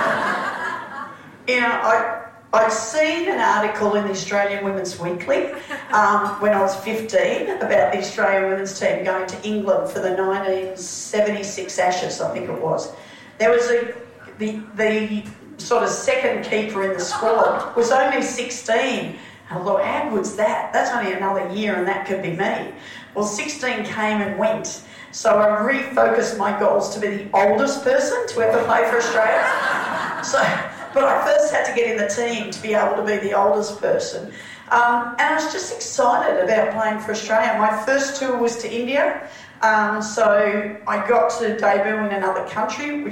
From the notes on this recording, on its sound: On the evening of day 1 of the Carnival, an event was held pitched simply as "Be Inspired", where players and officials from all the competing teams joined up for a meal. This episode of Out on the Paddock, is a live recording from this event.